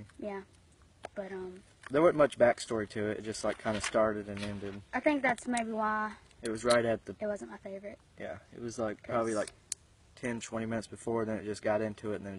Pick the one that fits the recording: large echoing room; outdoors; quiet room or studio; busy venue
outdoors